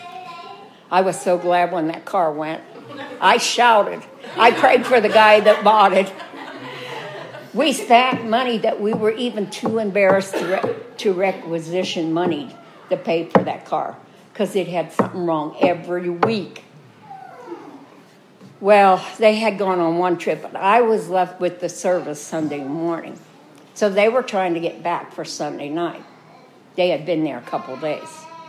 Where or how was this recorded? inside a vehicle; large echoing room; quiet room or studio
large echoing room